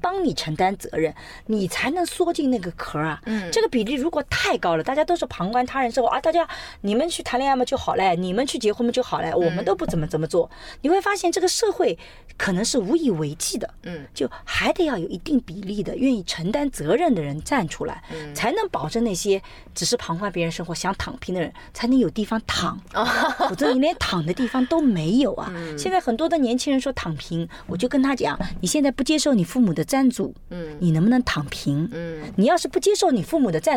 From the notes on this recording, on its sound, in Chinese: 这期节目是在车内完成录制的，音质居然相当棒了。